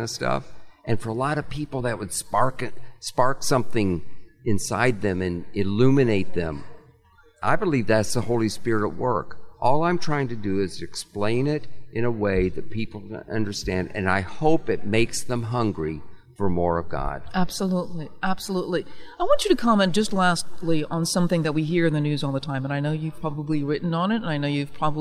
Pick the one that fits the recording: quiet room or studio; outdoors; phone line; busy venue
busy venue